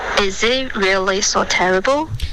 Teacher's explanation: 不要动嘴唇，它是一个 l 顶舌尖的音